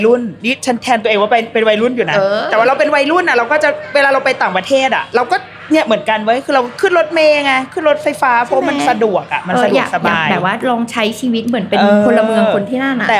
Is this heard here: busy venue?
yes